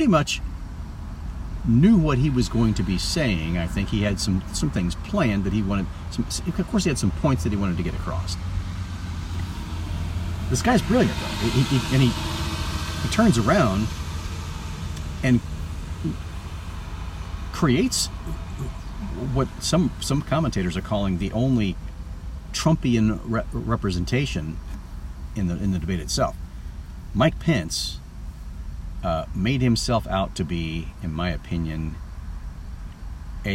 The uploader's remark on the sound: This podcast comes from my car. Not while driving.